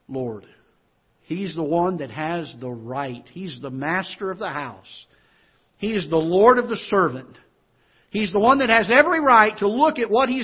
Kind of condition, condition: setting, large echoing room